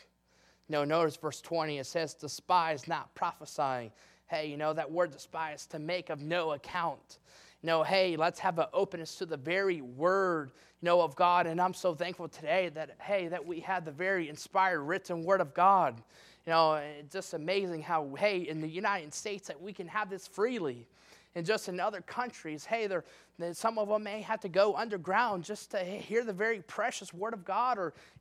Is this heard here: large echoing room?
yes